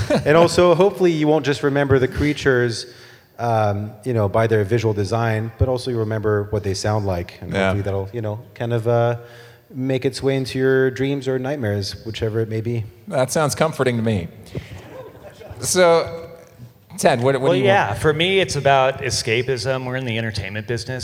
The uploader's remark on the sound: Panel presentation recorded live during Midsummer Scream.